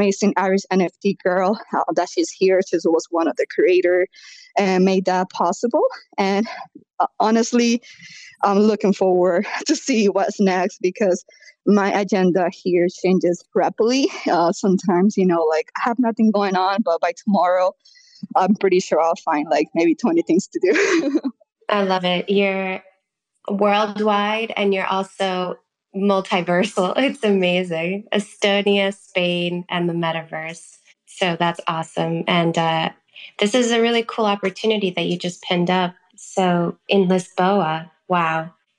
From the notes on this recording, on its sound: broadcast live via a Twitter space